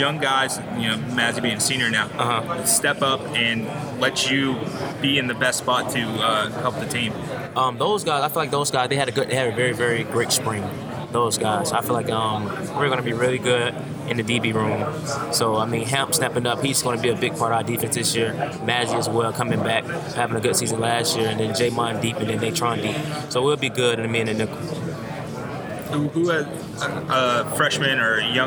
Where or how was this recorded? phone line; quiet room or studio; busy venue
busy venue